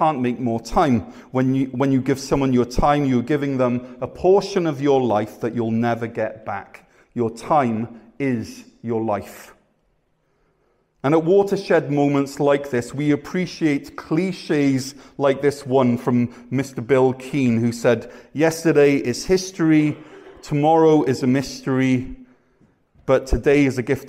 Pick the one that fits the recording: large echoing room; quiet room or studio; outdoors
large echoing room